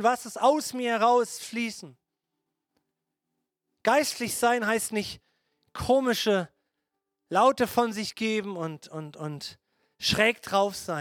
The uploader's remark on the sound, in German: Gottesdienst Predigt